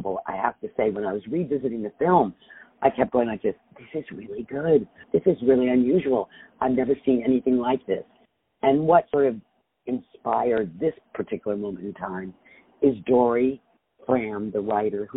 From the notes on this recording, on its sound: On the phone